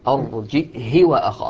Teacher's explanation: يقرأ بالهمز الساكن مع كسر الهاء وقصرها